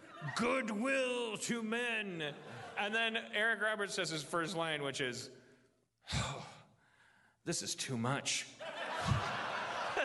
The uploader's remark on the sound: LIVE from Everything Is Festival 2015.